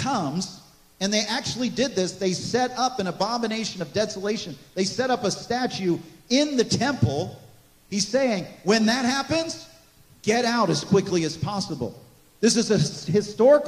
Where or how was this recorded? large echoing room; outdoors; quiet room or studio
large echoing room